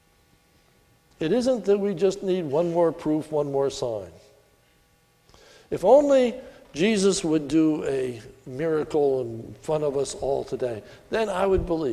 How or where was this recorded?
large echoing room